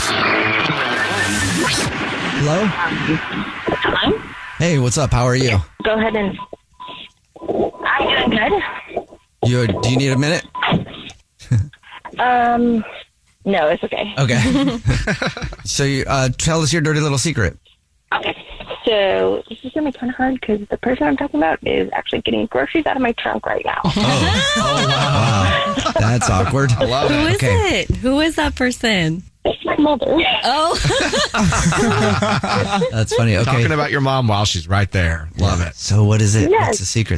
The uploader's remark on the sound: The woman on the phone is telling a secret about her mother!